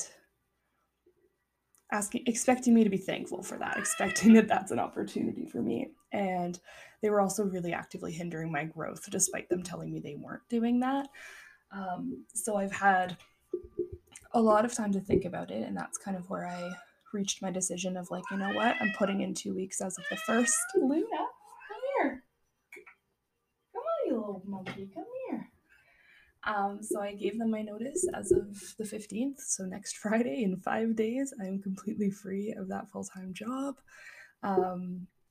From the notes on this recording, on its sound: This episode is mildly chaotic with a pinch of cat screams. My cat Luna joins me as I record on a lovely Sunday afternoon.